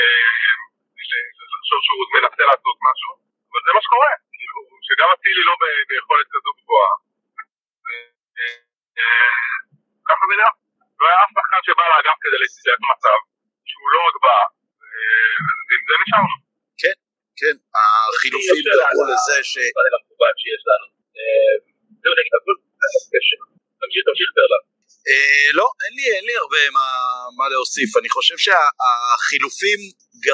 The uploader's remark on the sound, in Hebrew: הוקלט במכוניות בדרך חזרה מהמשחק